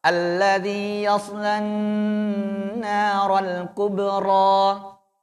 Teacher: Alladhi yas, alladhi yos yos yos الذي يصلى النار الكبرى Narnya ditahan Pak ya, tahan. Ini nun bertasdid itu, tahan. Agak lama.